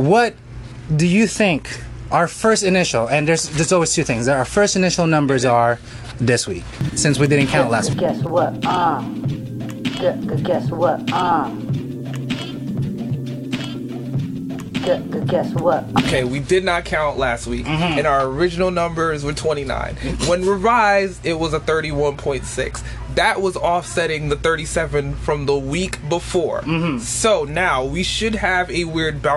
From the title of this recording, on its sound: Live In Restaurant